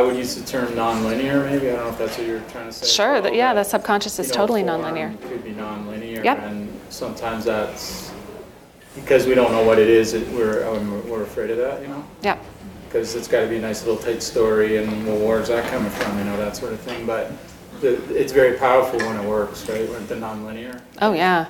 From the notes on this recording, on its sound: PlayWorks Ink keynote address